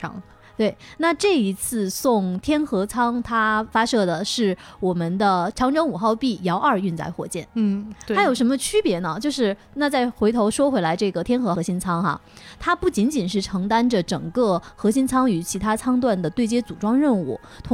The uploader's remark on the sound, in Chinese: 来自天河核心舱 发射现场的特别节目。中国空间站发射现场实录。